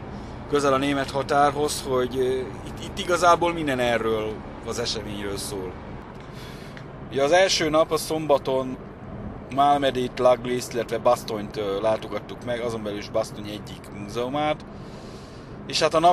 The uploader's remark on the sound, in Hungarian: a 2022 decemberében, útközben készített felvételekből